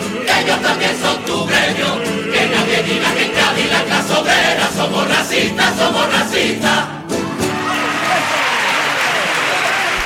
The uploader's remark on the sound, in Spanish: En directo desde el Gran Teatro Falla de Cádiz. Concurso Oficial de Agrupaciones Carnavalescas del Carnaval de Cádiz 2024 en Onda Cero Cádiz.